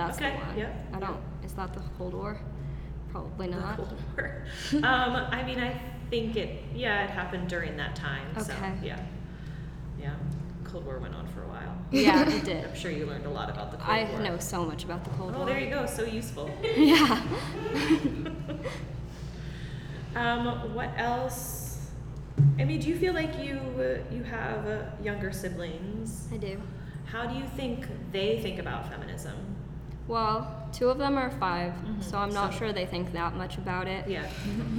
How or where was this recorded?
live audience